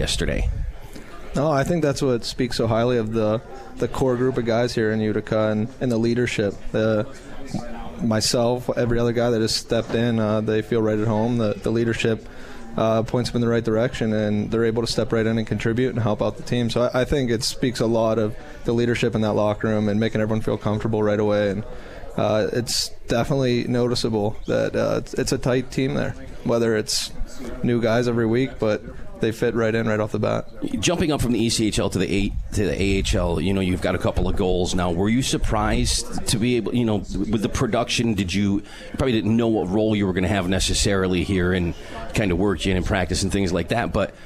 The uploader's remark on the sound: Live from Swifty’s